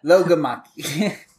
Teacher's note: You got to get the accent on that second syllable.